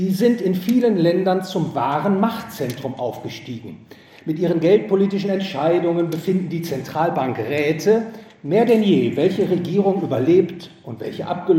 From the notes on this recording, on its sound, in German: Gehalten auf dem GVS Finanzkongress. In Wien.